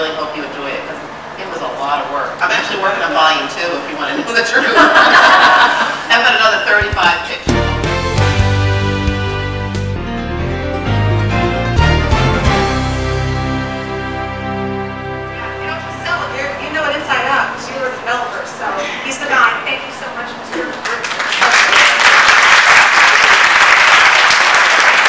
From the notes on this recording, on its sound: Recorded LIVE at Genealogy Jamboree 2010 - Videocast. We presented the Genealogy Gems Podcast show in front of a live audience at the Southern California Genealogy Society. Our intention was to record the audio through the sound system, but alas there was a glitch. My Flip Video Camera and thankfully she captured much of the show.